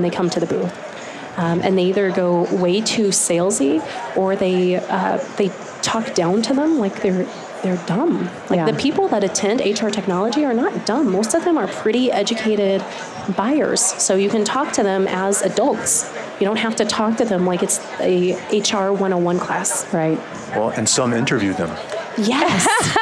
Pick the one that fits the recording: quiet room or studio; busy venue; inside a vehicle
busy venue